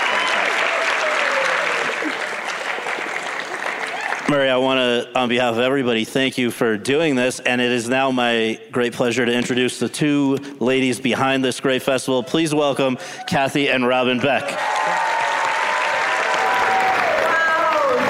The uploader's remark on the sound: In front of an audience at the Boulder International Film Festival.